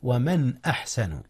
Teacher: وهنا إظهار يا أستاذنا، حيث أظهرت النون قبل الهمزة وهي من أحرف الحلق